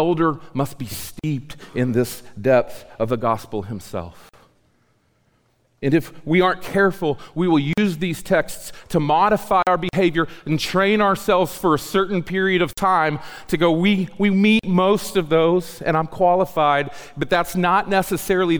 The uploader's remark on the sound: The audio in this episode was recorded on September 26, 2018 at the Acts 29 US South Central Church Planting Mini-Conference.